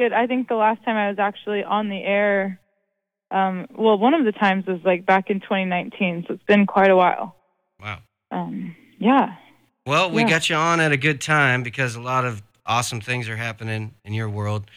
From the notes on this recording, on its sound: chats on the phone